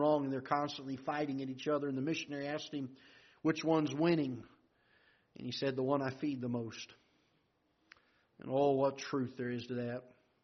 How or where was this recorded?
large echoing room